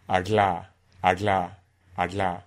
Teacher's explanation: And so this alveolar lateral flap, that is, tongue tip against the alveolar ridge and it stays there, and the sides moving from one position to another hit the articulators, so you get agla, agla, agla.